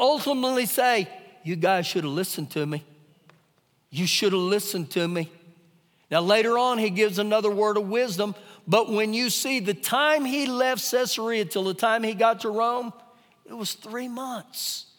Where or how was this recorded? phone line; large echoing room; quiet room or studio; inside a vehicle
large echoing room